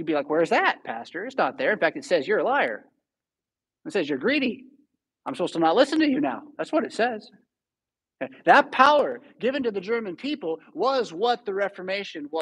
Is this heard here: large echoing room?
yes